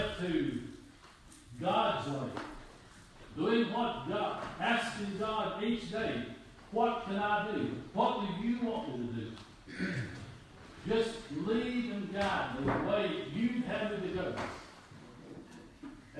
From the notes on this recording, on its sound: Audio Recording of Worship service at Persia Methodist Church in Rogersville, TN